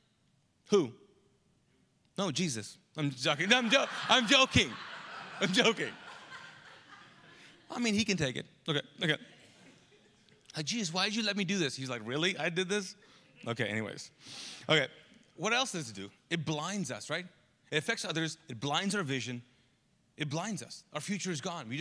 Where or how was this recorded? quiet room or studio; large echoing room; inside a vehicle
large echoing room